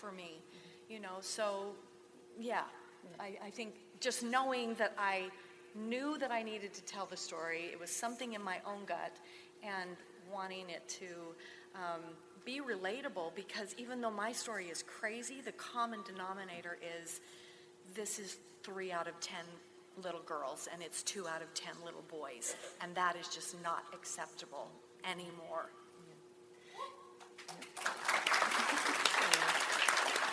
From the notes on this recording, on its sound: Once Upon a Crime LIVE at CrimeCon 2019. LIVE at CrimeCon 2019 in New Orleans.